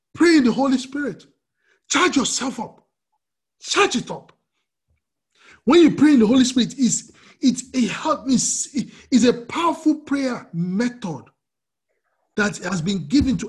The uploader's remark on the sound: We are on Zoom now. Princeton FTLW Church will be having our Sunday services on Zoom.